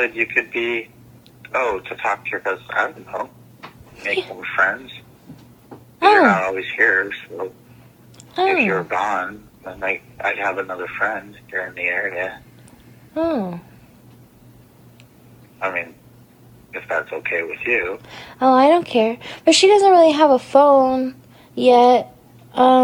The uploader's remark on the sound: Phone Call. This episode is yet another recorded conversation.